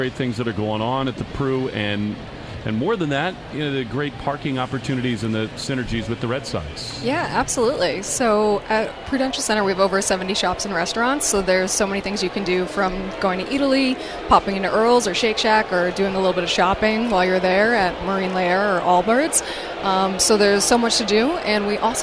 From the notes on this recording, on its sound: live from the WEEI Sox booth!